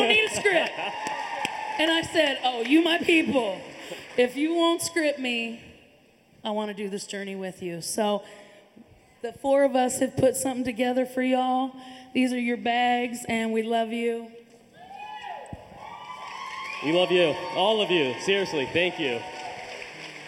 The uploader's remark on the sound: This episode is the podcast conversion of our first ever live studio audience filming of Next Up at NxtGen Network’s event called Ignite.